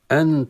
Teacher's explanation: أنت إخفاء النون عند التاء بالغنة